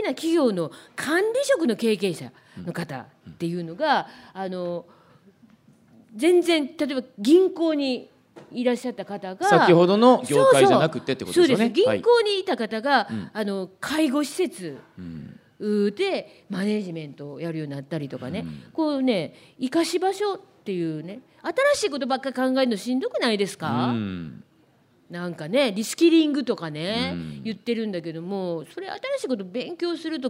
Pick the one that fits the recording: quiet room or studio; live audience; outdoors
live audience